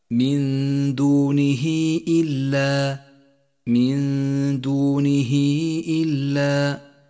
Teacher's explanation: جاءت هاء الضمير وجاء قبلها متحرك وجاء بعدها همزة، وهو مد جائز اخترنا قصره على حركتين، وقد لون بالبرتقالي إشارة إلى موقع وزمن المد، فيصير لفظه هكذا: من دونه إلا، من دونه إلا. · Term: مد الصلة الكبرى